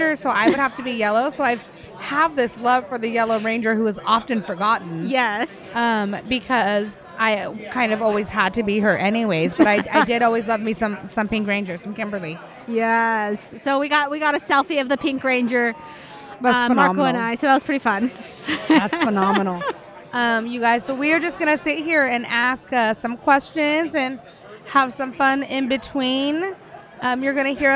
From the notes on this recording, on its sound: LIVE at Lodi Comic Con 2022. In this special live episode.